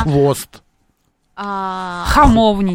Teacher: Вы своеобразно произносите звук «х». Вы его произносите фарингально.